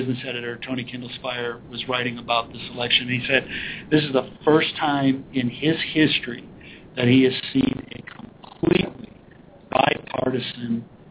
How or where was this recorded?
busy venue